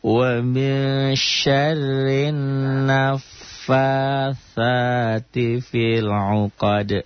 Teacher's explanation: Sa-nya ujung lidah. Nafasa ada titiknya ya, tapi itu bukan shin tapi sa.